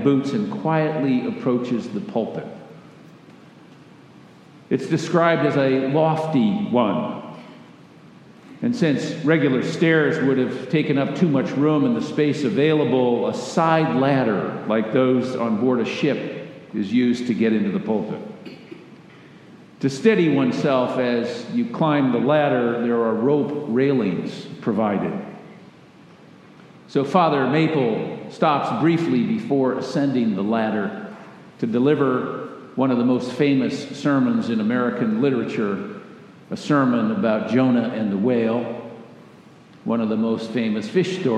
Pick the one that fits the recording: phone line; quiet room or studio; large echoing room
large echoing room